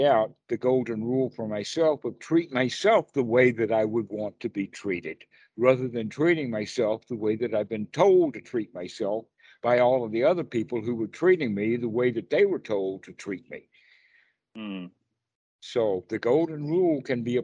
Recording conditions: video call